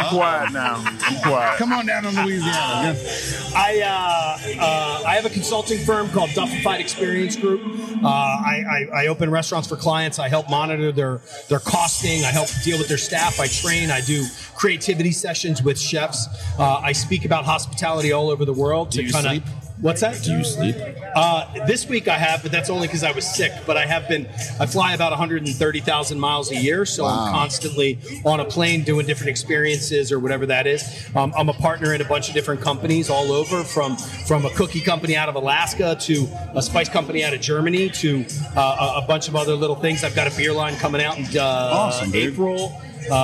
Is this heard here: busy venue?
yes